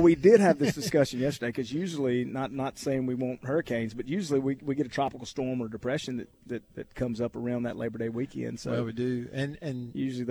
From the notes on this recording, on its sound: LIVE from DeViney Equipment in Madison